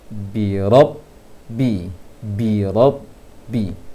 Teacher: Kemudian yang kedua, robbi, bi robbi, ro, jangan ra, bi ro, jangan juga ro, karena huruf ro dalam bahasa Arab tidak ada, dalam bahasa Al-Quran terutama tidak ada, tapi ro, fathah yang mengarah ke o, mengarah bukan dibaca o